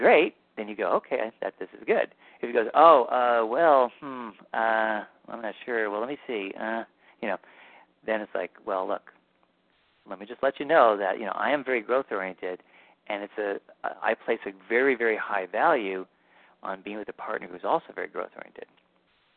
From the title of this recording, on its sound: Live Q&A Calls